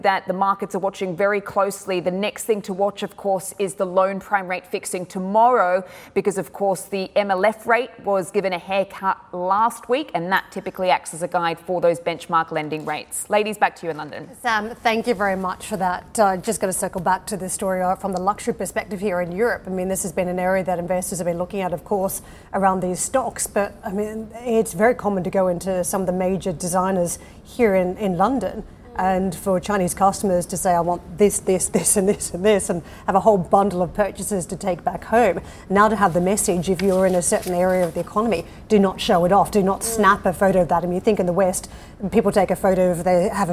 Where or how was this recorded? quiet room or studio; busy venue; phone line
busy venue